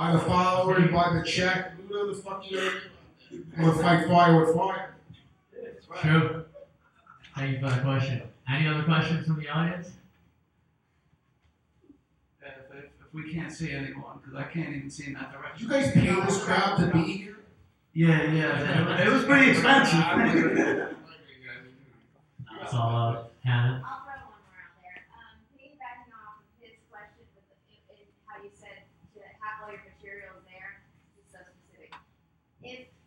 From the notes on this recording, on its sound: This episode we had some audio issues.